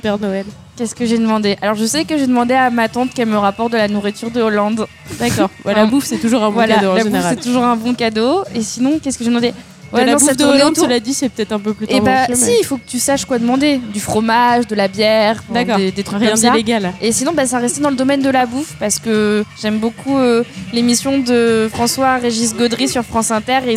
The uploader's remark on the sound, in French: enregistré au BarOurcq (Paris 19e)